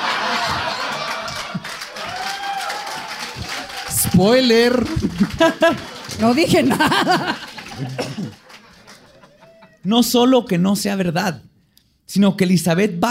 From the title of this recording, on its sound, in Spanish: en vivo